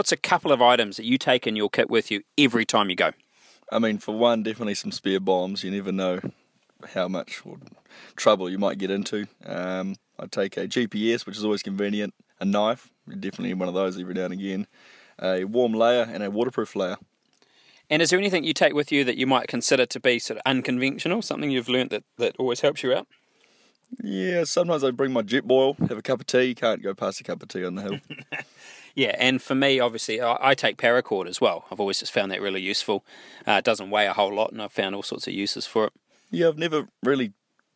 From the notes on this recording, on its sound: Recorded from the Kaimanawas